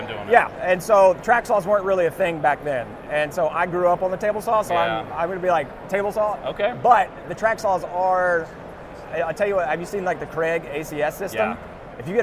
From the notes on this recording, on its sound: Live at AU 2023 in Las Vegas!